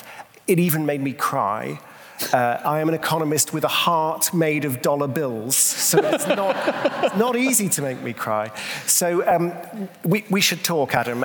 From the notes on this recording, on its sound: For this Intelligence Squared live event. Live onstage.